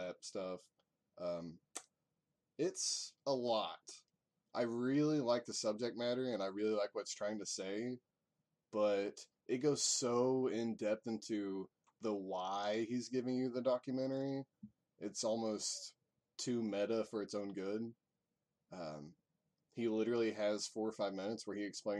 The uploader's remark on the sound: Apologies for the low audio.